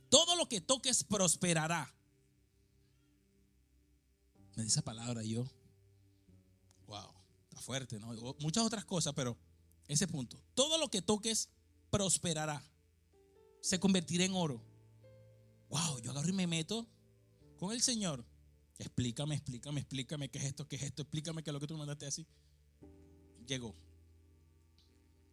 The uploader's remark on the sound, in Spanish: Grabado en la ciudad de Philadelphia en la iglesia H2O.